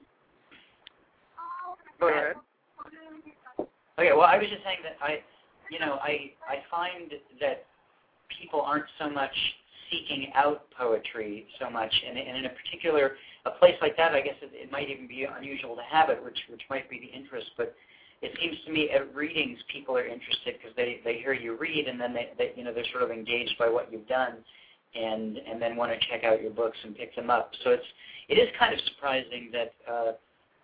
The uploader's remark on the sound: callers from Laguna Hills, CA, Lake Wells, FL, Valley Center, CA, Columbus, OH, Newark, NJ, and Elkins Park, PA